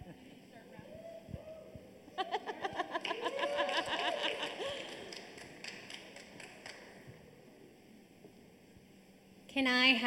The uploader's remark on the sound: This episode is the podcast conversion of our first ever live studio audience filming of Next Up at NxtGen Network’s event called Ignite.